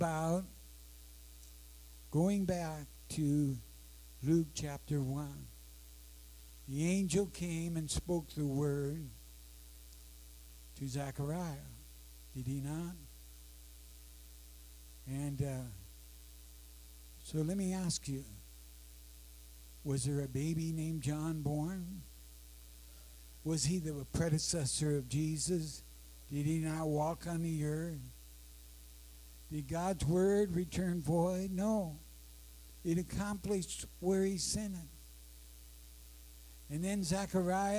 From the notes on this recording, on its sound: Sorry, low audio.